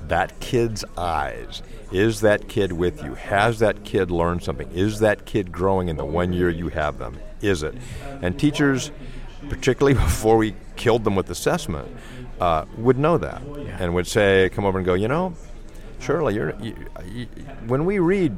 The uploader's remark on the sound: From another of our Live OB Pop-Up Radio Stations, this is WEICT Radio. We produced and powered a live broadcast at 7pm on Thursday 2nd July reporting from this the 17th West of England ICT Conference. Used our new PRO School Radio product at the event to produce the show.